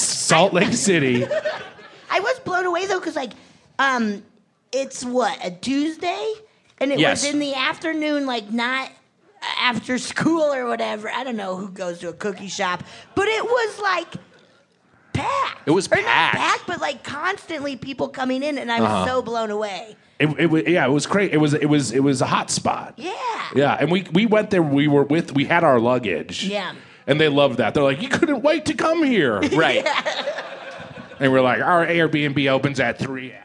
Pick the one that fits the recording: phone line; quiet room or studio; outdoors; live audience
live audience